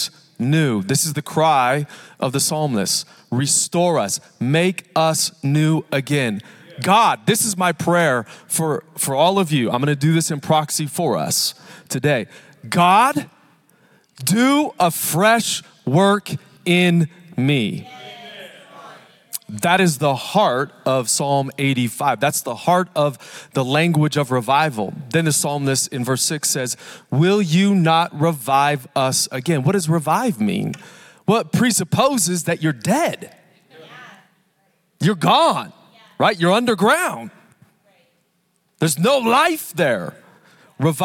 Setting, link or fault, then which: setting, large echoing room